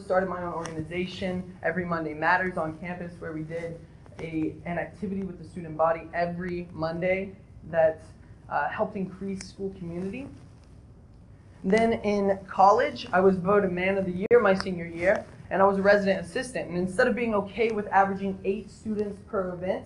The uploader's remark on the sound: I apologize for the poor audio, I'm currently experiencing some technical difficulties with my lapel mic.